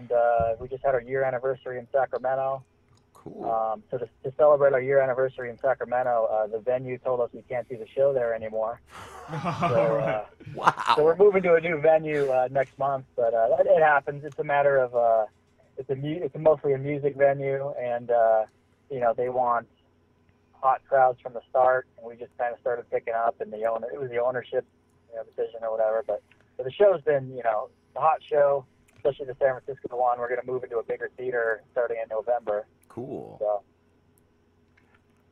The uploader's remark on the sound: Came in live. Called in to talk to us.